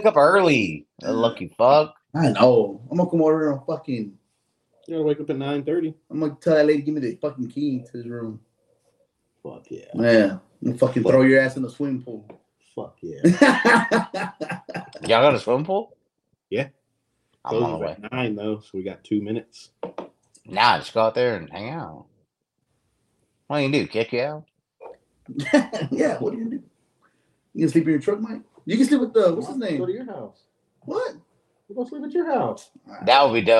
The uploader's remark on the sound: This episode was recorded with no mics so please excuse the quality.